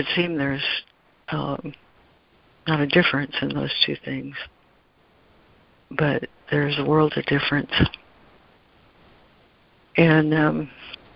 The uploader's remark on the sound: ACIM Daily Conference Call.